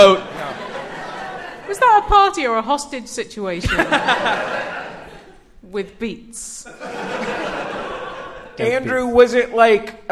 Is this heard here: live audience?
yes